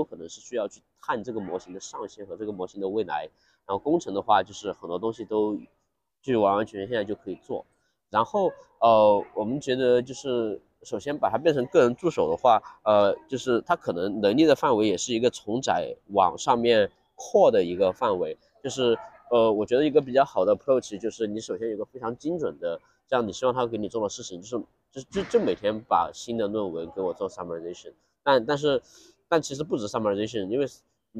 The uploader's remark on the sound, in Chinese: 在ICML 2023 International Conference on Machine Learning, 国际机器学习大会 的现场录制的。这次在室外录制，嘉宾还在生病，不免有些杂音。